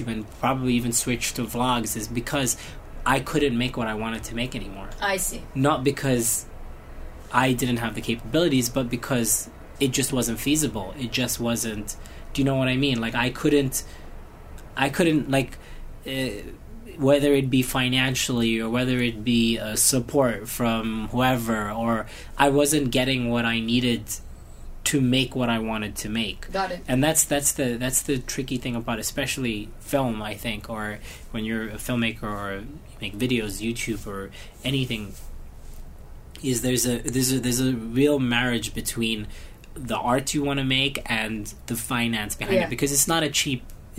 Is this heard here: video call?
no